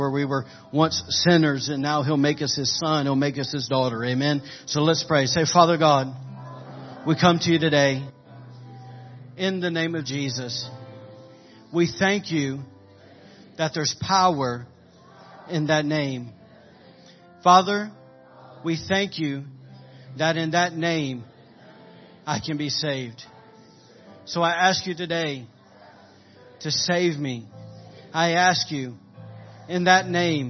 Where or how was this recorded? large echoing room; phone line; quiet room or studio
large echoing room